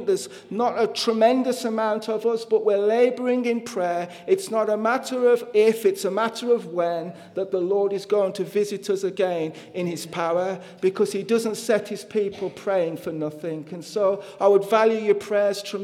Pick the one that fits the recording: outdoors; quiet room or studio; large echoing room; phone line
large echoing room